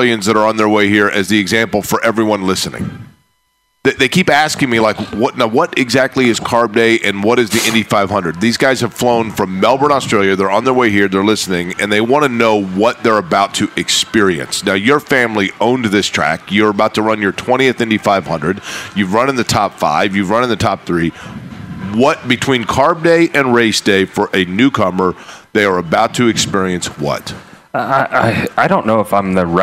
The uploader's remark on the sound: LIVE AT CARB DAY!